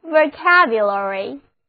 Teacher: 第二个 A 字母同样发作 a，重音放在第二个音节上